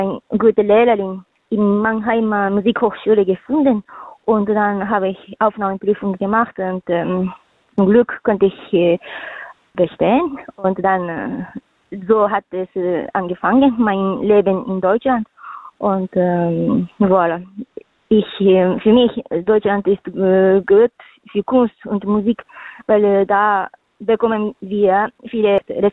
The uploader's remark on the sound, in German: Für aktuelle Infos rund um die GIGs werden die Musiker und Künstler per Telefon direkt in die Sendung zum (Live-)Interview hinzu geschaltet.